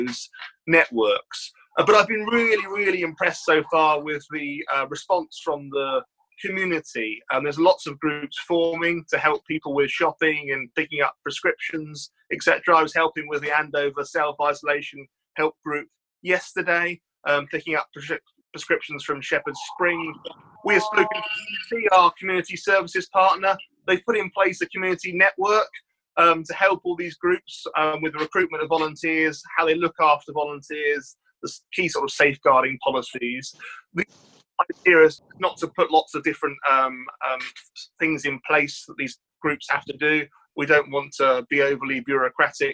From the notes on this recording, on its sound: Please forgive the audio quality - we are recording these remotely to keep guests safe.